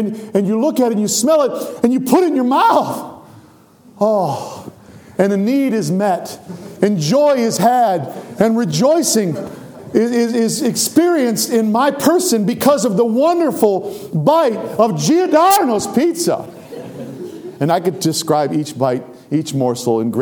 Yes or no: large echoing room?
yes